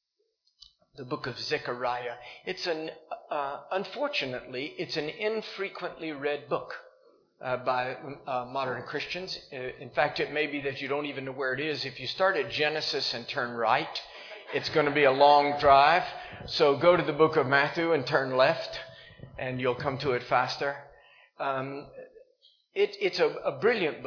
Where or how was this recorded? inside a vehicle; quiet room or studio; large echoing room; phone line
large echoing room